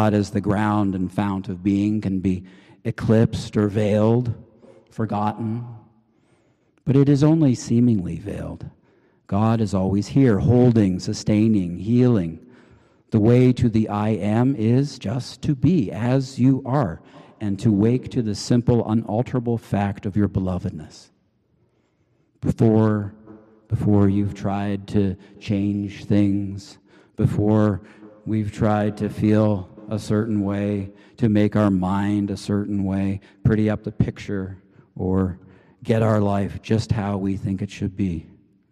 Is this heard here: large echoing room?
yes